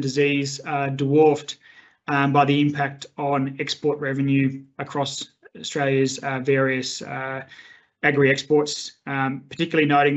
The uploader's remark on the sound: Industry and government experts fielded questions on a live webinar this week